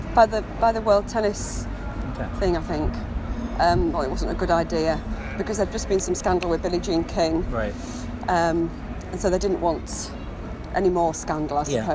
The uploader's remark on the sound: This episode was recorded outside so apologies for background noise.